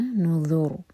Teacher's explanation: تغنی النذر، نون پر غنہ اور یہ ذال، اس کو ذا کا ساؤنڈ نہیں دینا. نذر، ان میں را کو ساکن کریں گے تو را ہیوی ہوگا